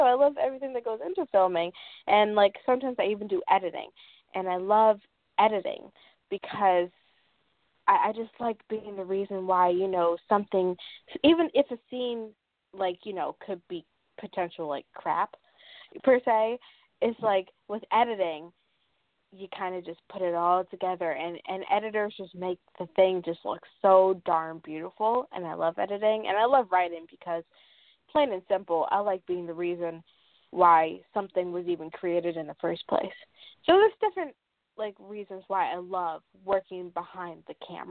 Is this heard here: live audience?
no